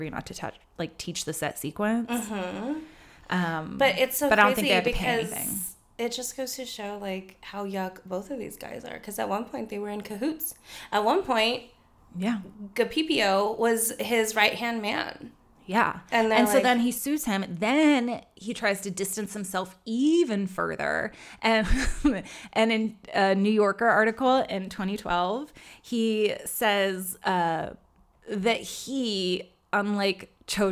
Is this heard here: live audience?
no